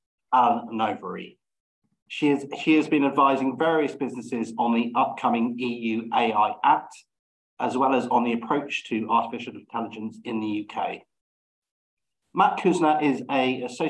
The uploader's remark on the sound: This podcast is a recording of a Babel webinar.